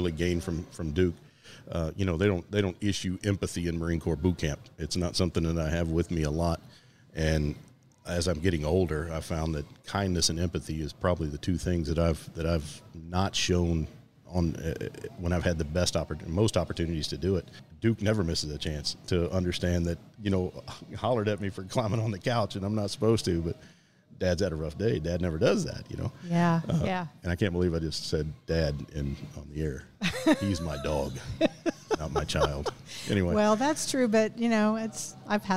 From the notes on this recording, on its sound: Recorded at Tusculum Brewing Company